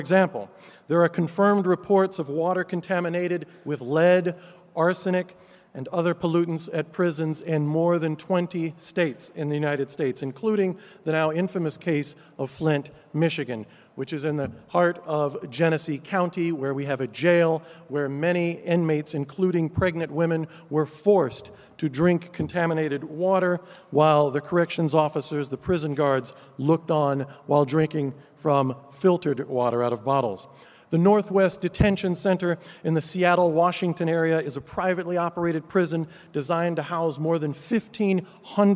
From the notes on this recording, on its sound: Keynote Conversation 2: 'Looking Forward' from the 'Environmental Justice 2017' Conference, held at the University of Sydney (6-8 November).